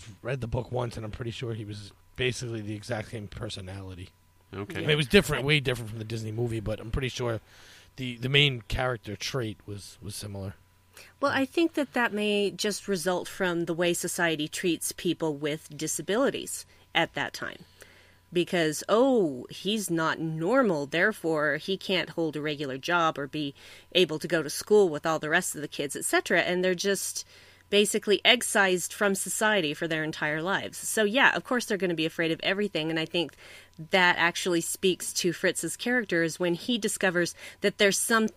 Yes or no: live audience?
no